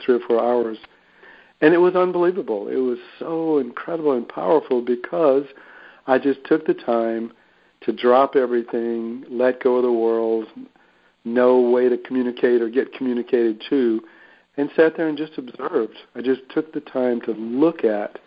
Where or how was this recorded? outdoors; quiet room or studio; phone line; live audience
phone line